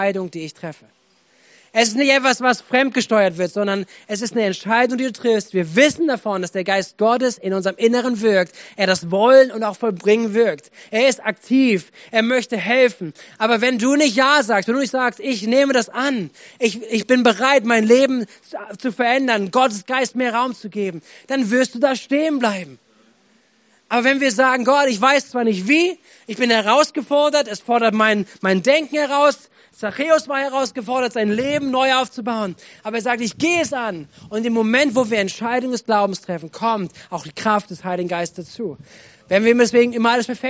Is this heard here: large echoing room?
yes